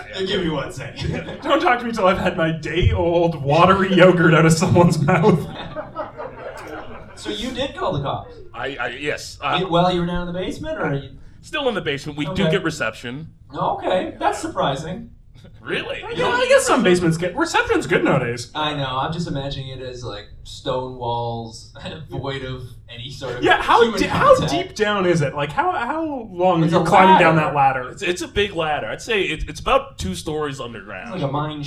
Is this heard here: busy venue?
yes